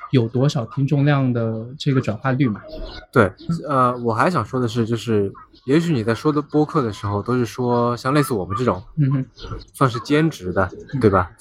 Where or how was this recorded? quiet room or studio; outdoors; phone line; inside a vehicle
outdoors